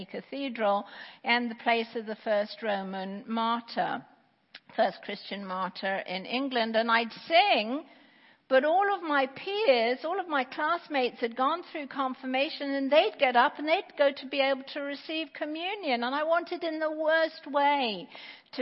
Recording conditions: large echoing room